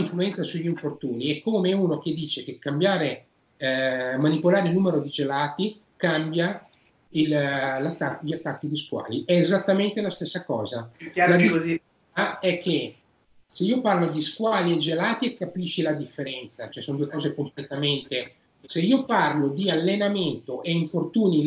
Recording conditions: video call